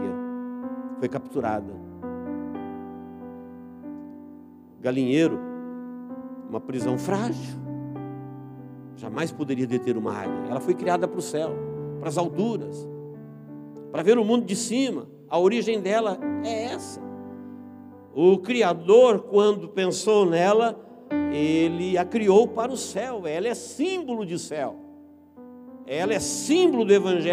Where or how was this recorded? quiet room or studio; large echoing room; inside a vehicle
large echoing room